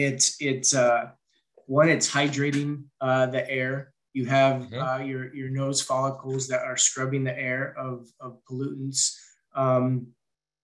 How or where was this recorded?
video call